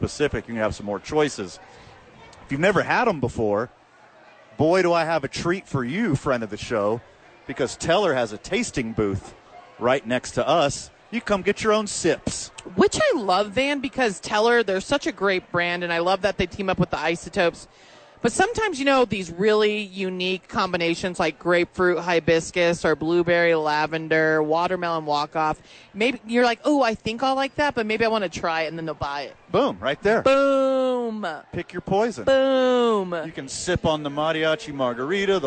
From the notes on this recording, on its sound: live from Isotopes park.